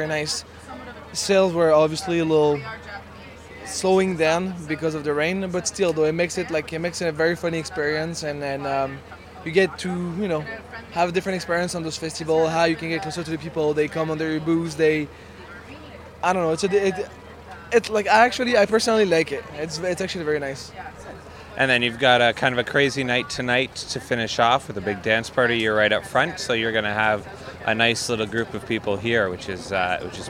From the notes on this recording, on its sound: McAdam Cider – Toronto Cider Festival 2018